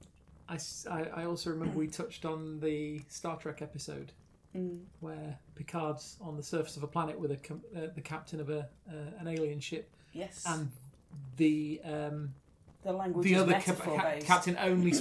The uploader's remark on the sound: Background fire ambience by inchadney from freesound